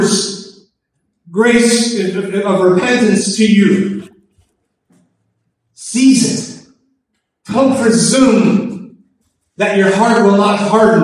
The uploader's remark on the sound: Please pardon our audio quality; there were technical difficulties at the service.